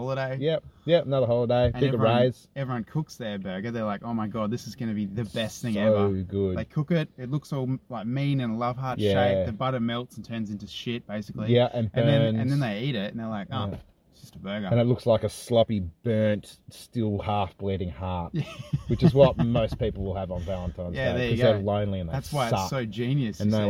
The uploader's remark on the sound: What started off as a failed attempt to record in an abandoned house, quickly turned to a dry river bed. We had technical difficulties on the day of recording. Luckily had set up the good old phone to record some video footage for self-reflection purposes. Apologies if the audio quality isn't up to our usual standards. The windows went down in the car studio as the temperature began to rise.